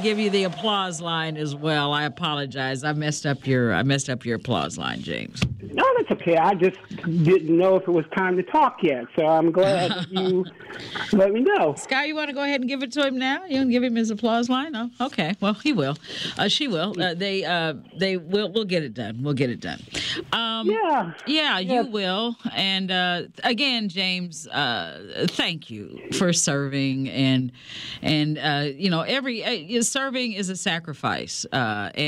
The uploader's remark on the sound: Today We Had Open Lines, Focused Around Veterans Day. Our Callers Called In With Their Salutes & Stories.